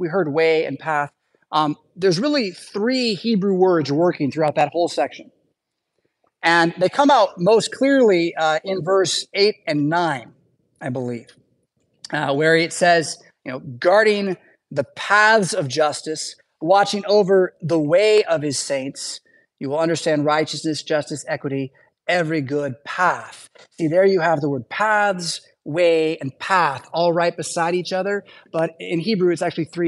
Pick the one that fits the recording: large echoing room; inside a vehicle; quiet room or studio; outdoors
large echoing room